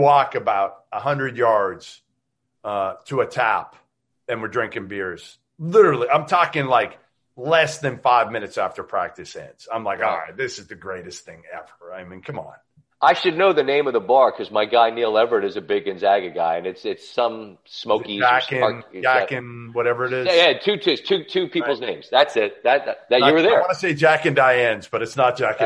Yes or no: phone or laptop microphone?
no